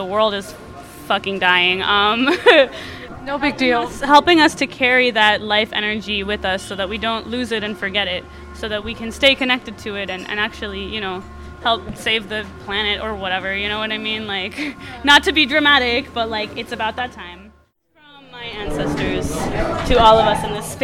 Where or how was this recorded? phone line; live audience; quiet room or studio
live audience